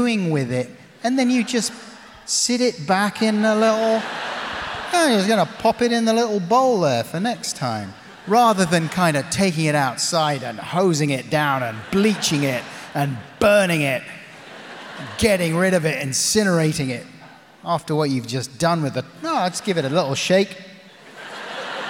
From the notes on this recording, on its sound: In this live discussion.